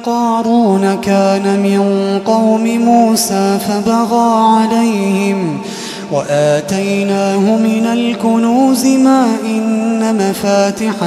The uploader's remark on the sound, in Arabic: تسجيلات من صلاة التراويح لشهر رمضان عام 2016.